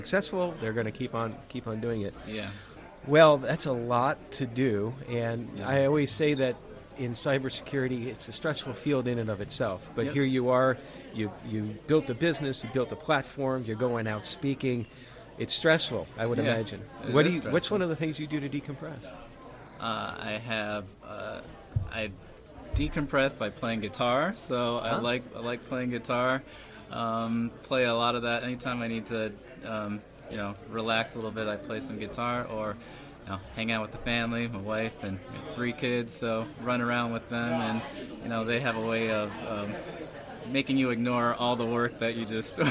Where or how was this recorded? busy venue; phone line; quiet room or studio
busy venue